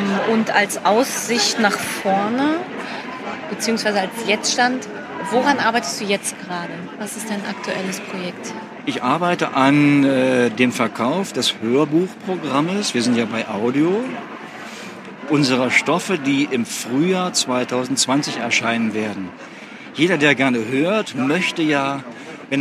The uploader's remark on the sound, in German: live von der Frankfurter Buchmesse